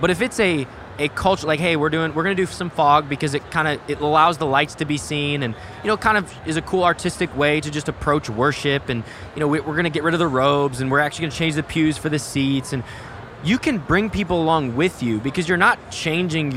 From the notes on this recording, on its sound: Live from General Council 2023 in Columbus, Ohio!